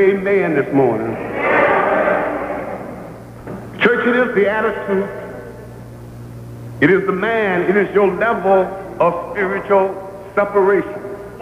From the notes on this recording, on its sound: Recorded live at Rose of Sharon Community Baptist Church.